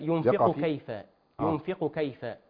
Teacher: لابد من الإيه؟ التباين، لأن القاف أقصى اللسان فوق والكاف أسفل · Term: القاف والكاف